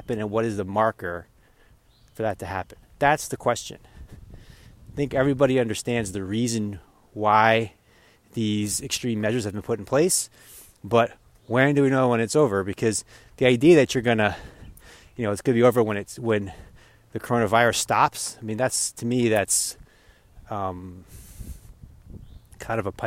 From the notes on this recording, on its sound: While walking through the magic of the forest this morning.